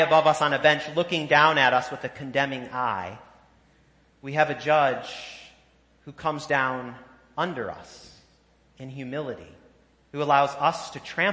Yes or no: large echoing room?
yes